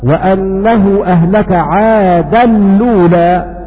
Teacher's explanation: قرأ بإدغام التنوين في اللام على حد الإدغام بغير غنة، فيقرآن هكذا: وأنه أهلك عادا لولا، وهذا معنى قوله وأدغم باقيهم وبالنقل وصلهم.